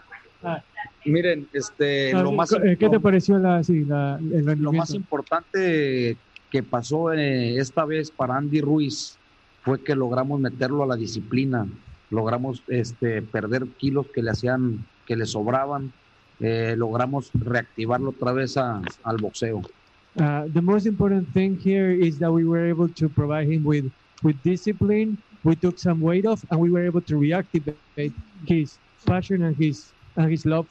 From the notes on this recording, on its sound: Post Fight Press Conference. In Carson, California.